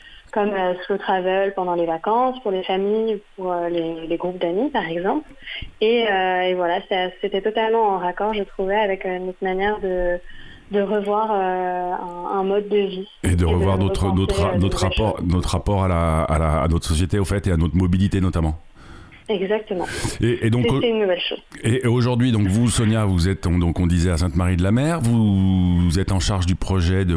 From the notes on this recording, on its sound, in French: En plateau (au téléphone).